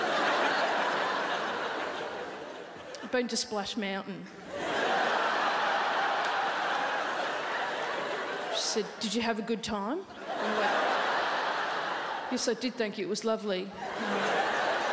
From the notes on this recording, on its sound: 2019 Melbourne International Comedy Festival Gala. Recorded on Wednesday 20 March at The Palais Theatre.